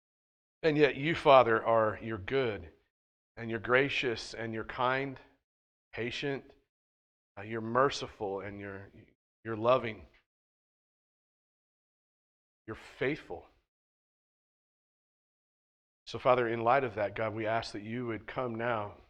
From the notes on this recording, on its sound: at The Well, an Acts 29, SBC, and Converge Heartland Church in Hastings, NE.